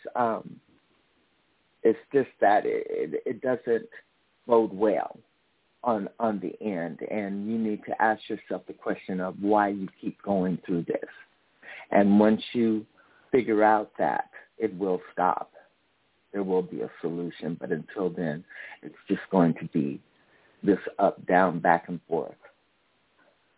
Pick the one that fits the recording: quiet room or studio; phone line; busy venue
phone line